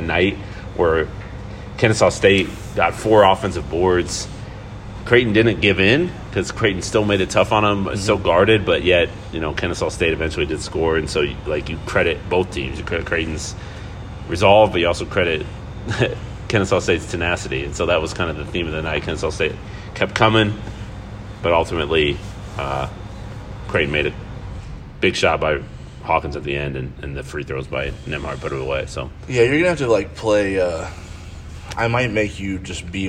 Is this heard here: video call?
no